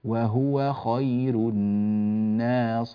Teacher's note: ننبه إلى ضم الهاء في وهو ولا تسكن. أما الإخوة الذين يقرؤون برواية قالون فيتعين عليهم تسكينها فيقولون وهو خير الناصرين.